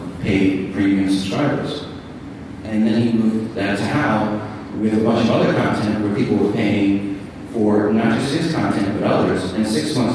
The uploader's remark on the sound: We apologize for the bad audio quality but we did not have a direct connection to the sound board. This was recorded at NAB 2019 at the podcast panel, Trusted voices of podcasting.